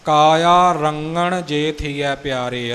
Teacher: ਕਾਇਆ ਰੰਗਣ ਜੇ ਥੀਐ ਪਿਆਰੇ, ਰੰਗਣ ਨਹੀਂ ਬੋਲਣਾ, ਭਾਵ ਗੱਗੇ ਦੀ ਆਵਾਜ਼ ਨਹੀਂ ਆਵੇਗੀ।